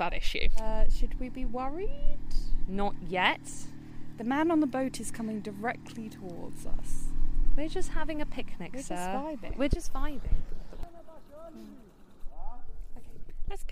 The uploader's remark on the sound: We would go to Albania and record an episode in a forest. Apologies that the audio quality during the bit we recorded in an Albanian forest isn't great, it does get better in the main episode.